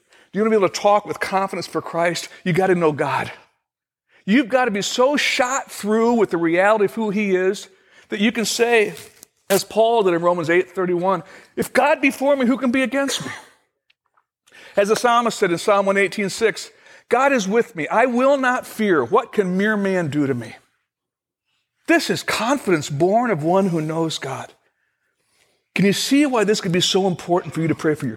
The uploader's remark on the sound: Originally recorded on January 24, 2016, at Fellowship Missionary Church, Fort Wayne, IN.